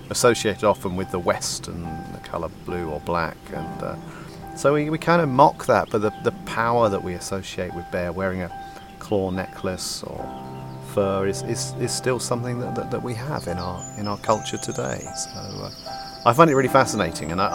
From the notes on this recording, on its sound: recordings from in the field in Asturias, northern Spain, amidst the mountains, screes, meadows and forests of biologically-rich Somiedo Natural Park